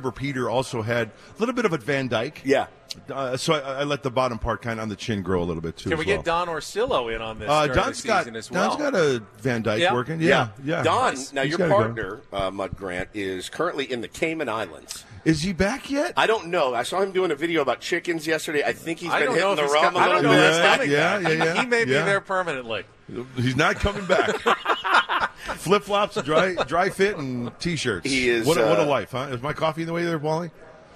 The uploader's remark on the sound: Live From Fantasy Camp!